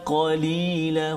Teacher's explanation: terangkat terangkat pangkal lidah kita ke langit-langit